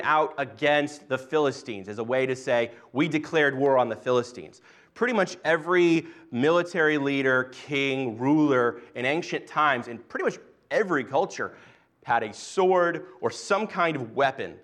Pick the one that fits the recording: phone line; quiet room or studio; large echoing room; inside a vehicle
large echoing room